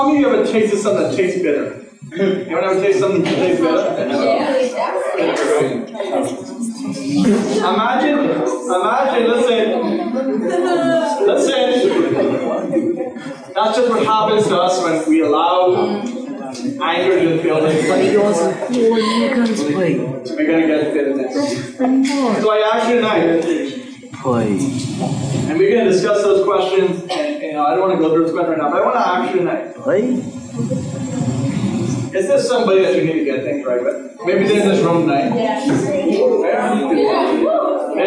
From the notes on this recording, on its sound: Please forgive us we had some technical Issues with this Recording but brought you the best we could do with what we had